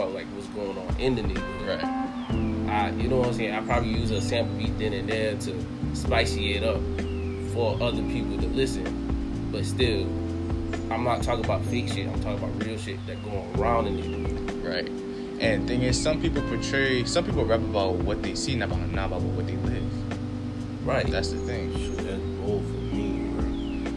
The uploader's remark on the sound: PLEASE EXCUSE THE AUDIO IN THE BACKGROUND